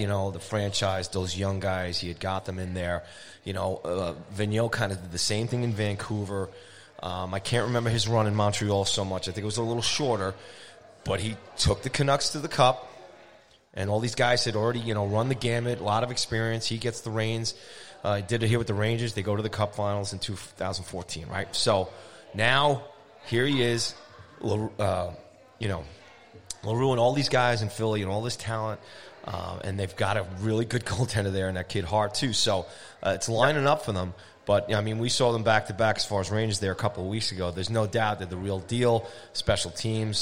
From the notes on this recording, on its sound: live from Arooga's Grill House and Sports Bar in Rockville Centre, NY